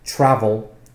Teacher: Because if you think about the infinitive, travel, there's two syllables. The stress is on the first syllable.